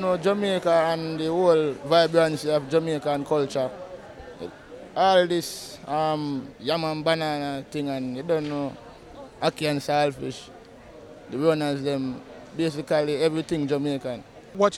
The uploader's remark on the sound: we’re back stage at the Finals of the Jamaica Festival Song Competition